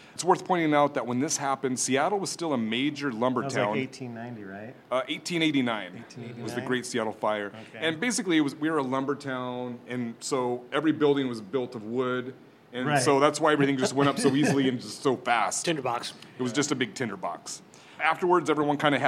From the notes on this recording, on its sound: Recorded in the dark, spooky basement of the Merchants Cafe. Recorded live at Merchants Cafe.